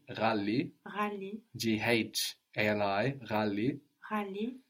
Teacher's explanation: this GH sound is pronounced like with a little throat friction